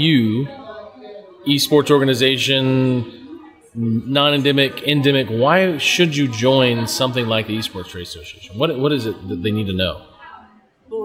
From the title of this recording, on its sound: Live From EsportsNext